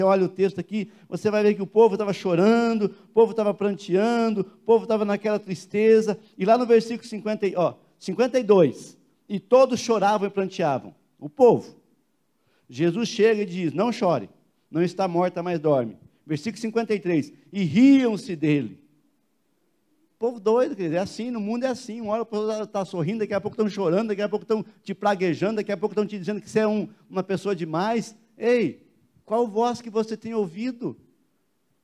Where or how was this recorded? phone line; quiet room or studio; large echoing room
large echoing room